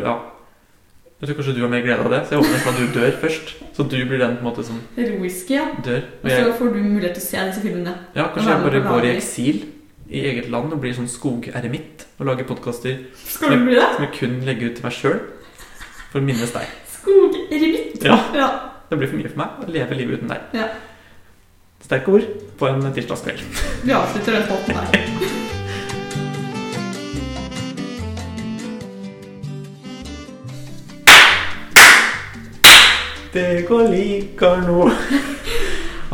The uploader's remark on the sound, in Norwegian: I denne episoden med heidundranes lydkvalitet. Ekkokammer av en stue.